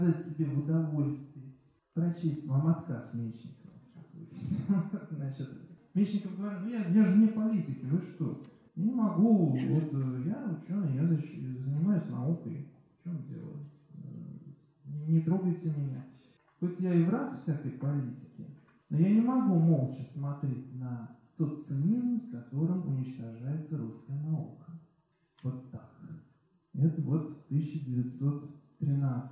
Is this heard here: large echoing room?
yes